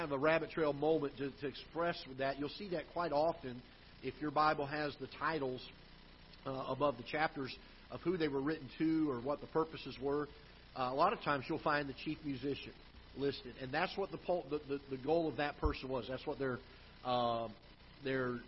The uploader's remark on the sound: Ketha Heights Baptist Church ~ Live Broadcast